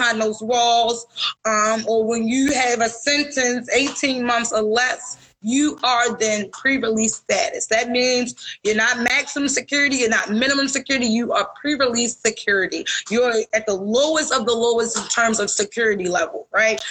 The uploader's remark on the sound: live on Instagram